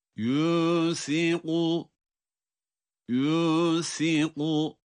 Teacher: sa harfi peltek ince, kaf kalın